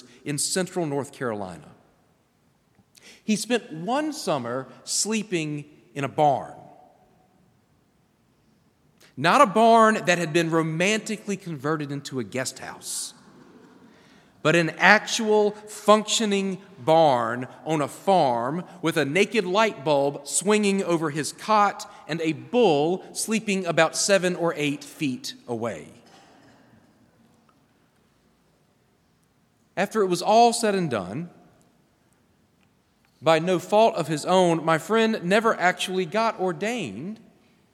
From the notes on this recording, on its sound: preached at Hendricks Avenue Baptist Church on Sunday, February 25, 2024.